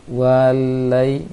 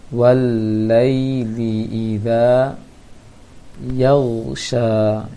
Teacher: wa tersebut langsung menempel ke huruf bertasydid · Shown in: second take